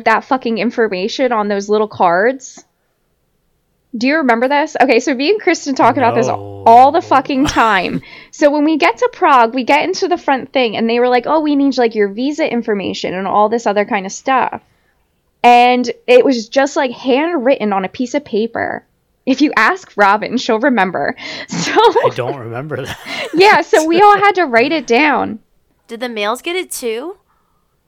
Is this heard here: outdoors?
no